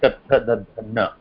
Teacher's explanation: The end of the tongue, or the tip of the tongue, touches the back side part of the front teeth · Term: ta varga